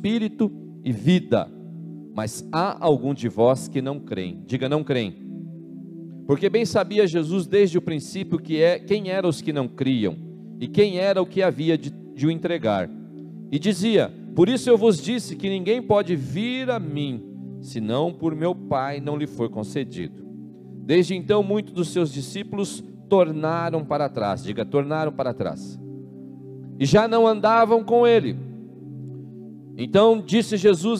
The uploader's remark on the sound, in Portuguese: na Igreja ABA Curitiba (Transmitido ao vivo)